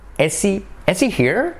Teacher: Incluso nos podemos comer la H al unir las palabras.